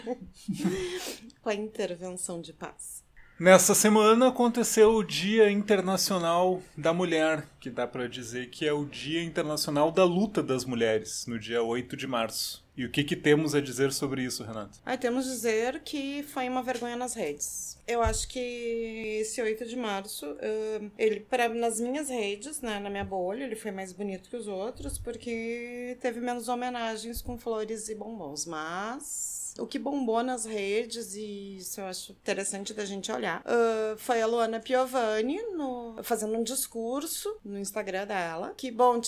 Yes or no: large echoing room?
no